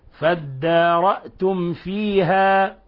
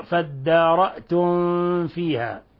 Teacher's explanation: فينبغي ألا تضغط على الميم ولا تكز عليها ولا تغنها لأنها مظهرة · Shown in: first take · فدارأتم فيها، وقلنا إنه من الخطأ أن نقرأ فدارأتم فيها. · Term: إظهار شفوي